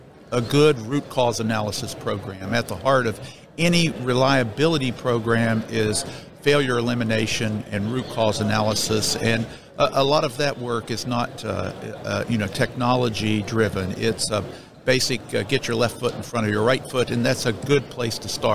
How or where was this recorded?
busy venue